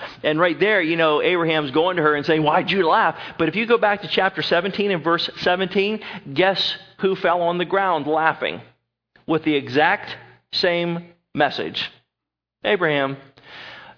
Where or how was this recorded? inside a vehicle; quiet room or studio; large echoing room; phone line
large echoing room